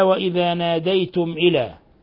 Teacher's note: ميم ساكنة جاء بعدها الهمزة، الحكم التجويدي إظهار شفوي